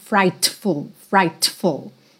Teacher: esse T que tem no meio da palavra frightful, você não precisa marcar